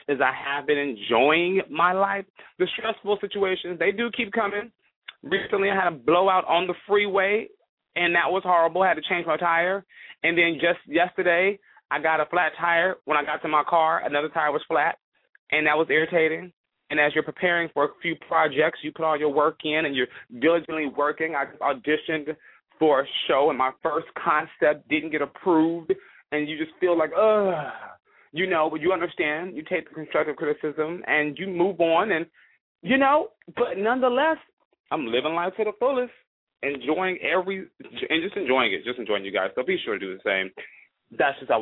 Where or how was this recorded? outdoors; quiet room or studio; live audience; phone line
phone line